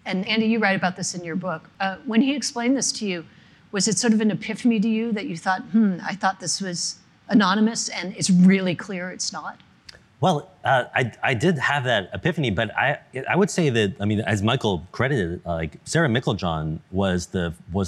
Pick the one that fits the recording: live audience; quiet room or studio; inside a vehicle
live audience